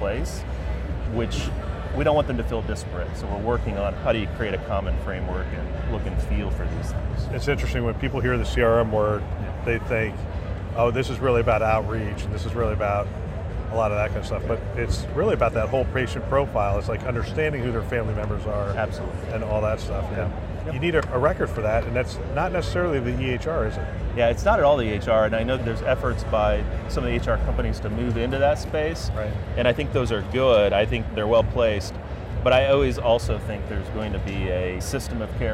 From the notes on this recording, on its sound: an Interview in Action live from ViVe 2023